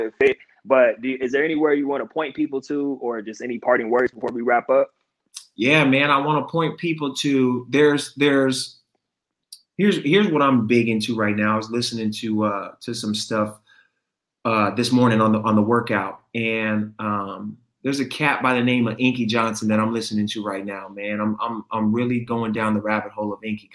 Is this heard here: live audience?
no